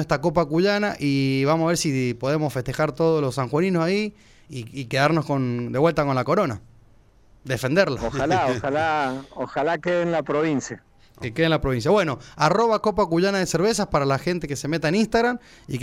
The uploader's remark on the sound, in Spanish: Charlamos por teléfono